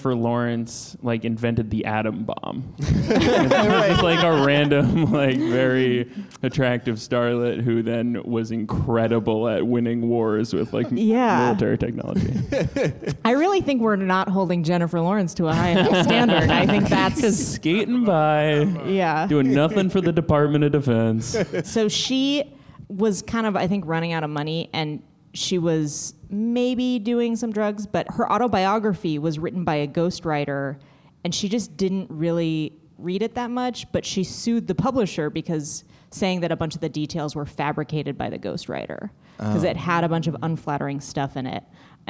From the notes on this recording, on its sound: LIVE episode of The Cracked Podcast